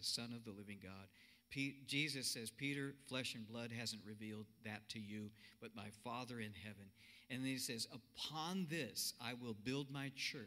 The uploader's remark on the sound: Cornerstone Fellowship Sunday morning service, streamed live on Oct 25, 2020.